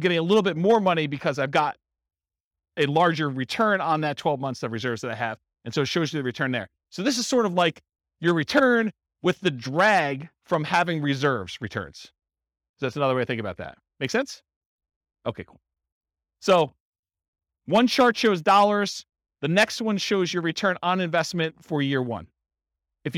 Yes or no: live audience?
yes